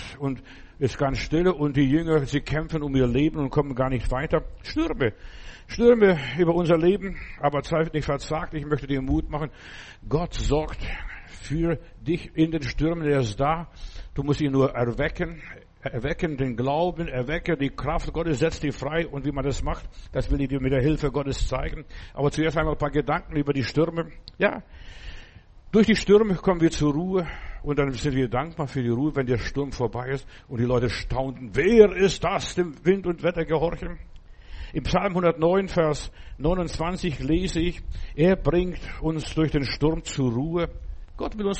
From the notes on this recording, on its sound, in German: im Gemeinde-Zentrum in Berlin aufgenommen